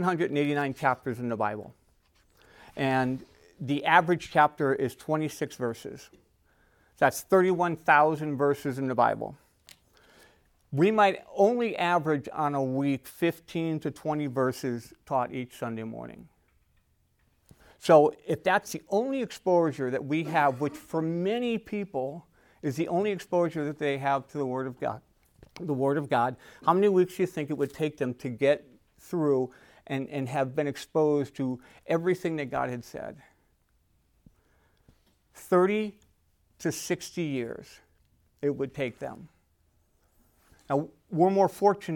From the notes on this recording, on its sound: Recorded at Emmaus Church in Buford, GA